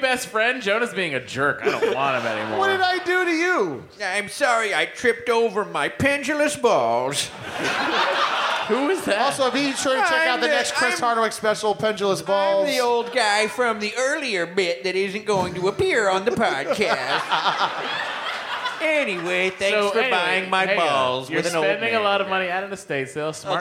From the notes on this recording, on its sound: Live from Fitzgerald's in Houston, Texas. Talk to a teacher audience member.